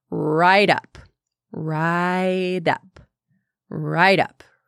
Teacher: Notice how ride up sounds like one word with a flap T in the middle.